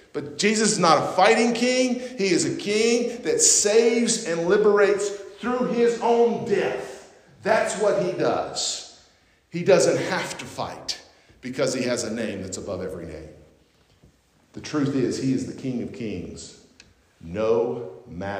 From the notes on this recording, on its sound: at North Beaver Baptist Church in West Jefferson, NC